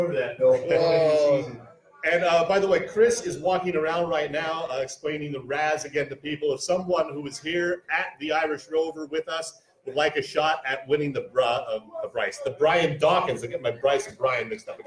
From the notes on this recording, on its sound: Live at Irish Rover. Here's the audio from our second live-on-location Irish Rover show. Always fun to be out in public to see a bunch of our listeners in the flesh!